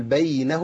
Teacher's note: اقول بينهم، ما اقولش بينهم، لان الياء هنا ايه، ياء لينه ليست ماديه، الماديه بتاخد زمن اطول شويه